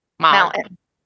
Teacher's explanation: You put the T in the back of your throat and no one has to know about it anymore.